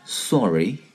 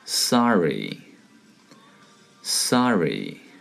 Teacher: 美国人呢把那个 o 音稍微夸张一点 · Shown in: second take · ，我们读作 sorry sorry.